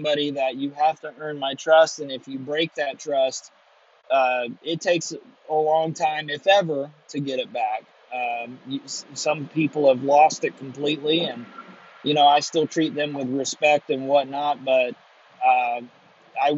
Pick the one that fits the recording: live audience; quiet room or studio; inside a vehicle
inside a vehicle